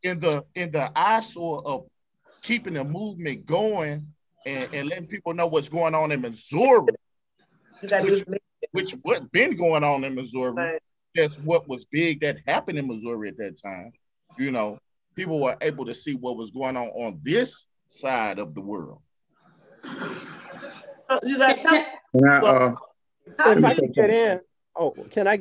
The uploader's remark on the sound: A Virtual Community Townhall.